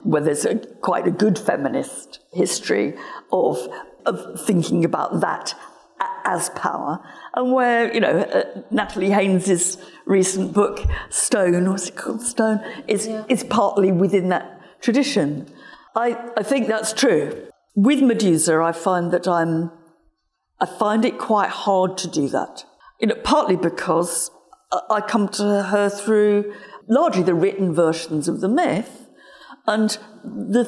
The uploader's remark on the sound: This event was recorded on the 26th of February 2023, at Sotheby's in London.